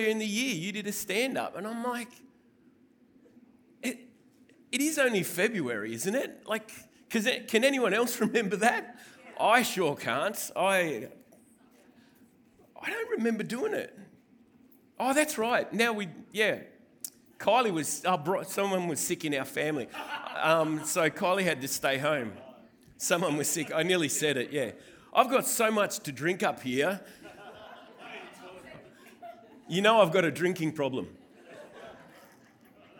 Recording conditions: live audience